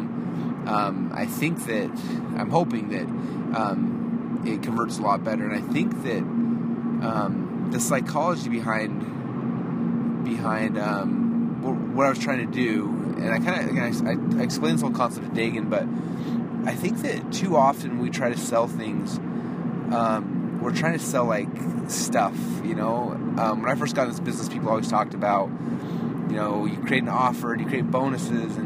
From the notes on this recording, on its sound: I am actually driving home from the airport right now.